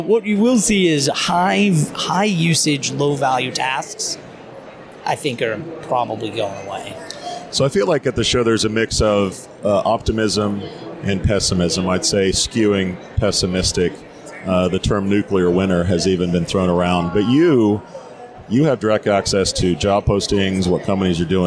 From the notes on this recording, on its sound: live from SHRM